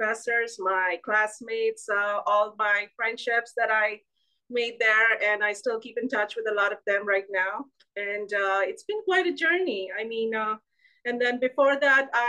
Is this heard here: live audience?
no